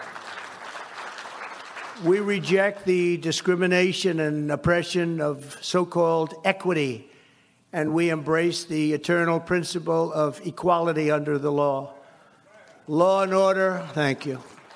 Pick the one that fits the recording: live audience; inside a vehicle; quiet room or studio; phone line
live audience